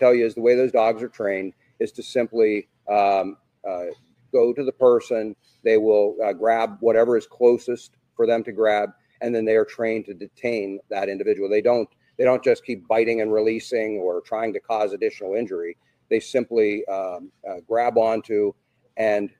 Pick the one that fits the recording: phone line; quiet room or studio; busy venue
busy venue